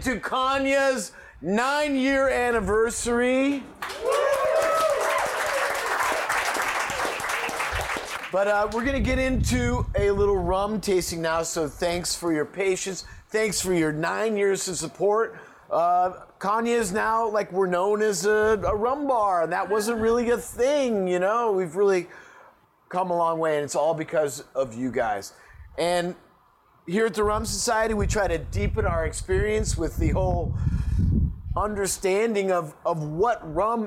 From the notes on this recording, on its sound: Caña Rum Bar is much more than just one of the places that we record our podcasts; it's also Los Angeles' premiere spot to experience some of the most unique rums from around the world. This episode was recorded on the night of Caña's 9th anniversary.